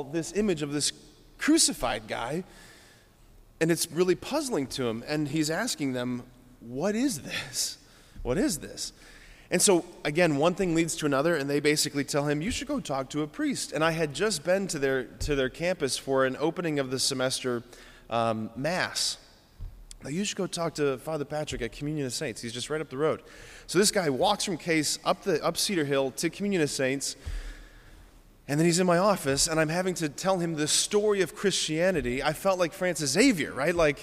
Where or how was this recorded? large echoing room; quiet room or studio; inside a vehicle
large echoing room